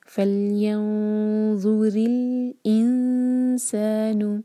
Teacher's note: فلینظر الانسان اب یہاں پر ان پر اخفا لائٹ انسان اور سین وسل ساؤنڈ کے ساتھ سی ٹی کی آواز آنی چاہیے سین پر. سا دوہرے کا فتح کے ساتھ الف مد طبعی.